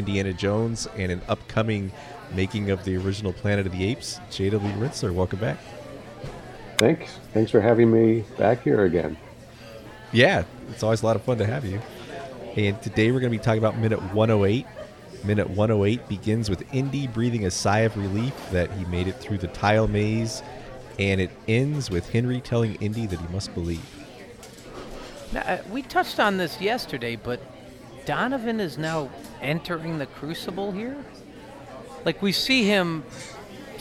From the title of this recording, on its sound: Live from the Lion's Head